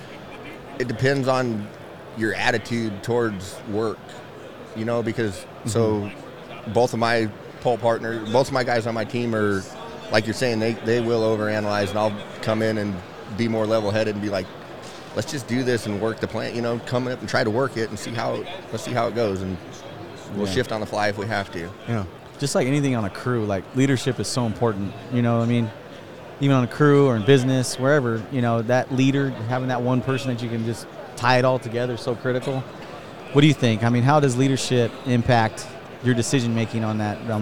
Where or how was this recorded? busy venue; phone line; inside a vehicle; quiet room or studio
busy venue